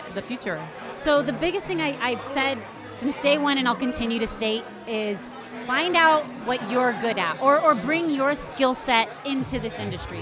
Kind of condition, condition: setting, busy venue